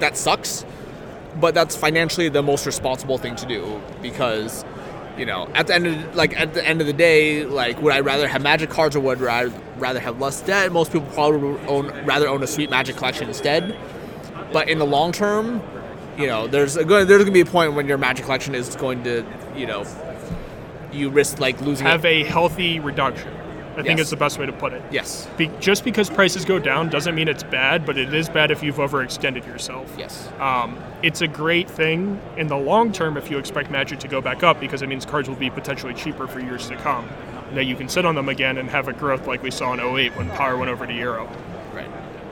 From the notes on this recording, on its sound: Live from GP Phoenix